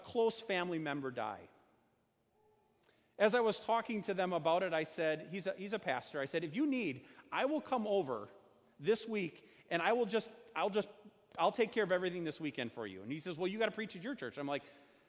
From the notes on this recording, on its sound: Sermon preached on Sunday, July 14, 2019, at Our Savior Lutheran Church in Birmingham, AL.